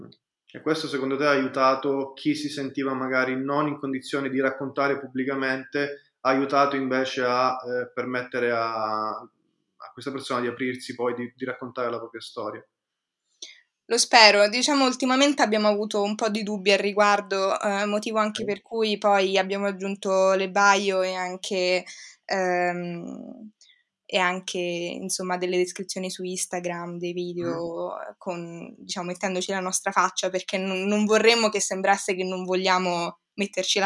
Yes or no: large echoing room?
no